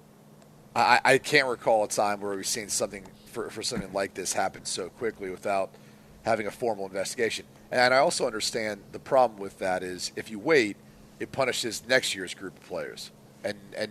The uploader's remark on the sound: broadcasting live from Santa Anita Park for The Breeder's Cup